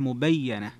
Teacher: تفرد بن كثير وشعبة بتشديد الياء لكن مع الفتح